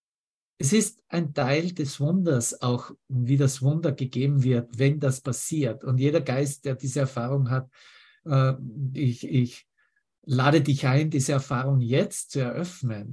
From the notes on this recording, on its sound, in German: Zoom-Session. Veranstaltet von der Aleph Akademie.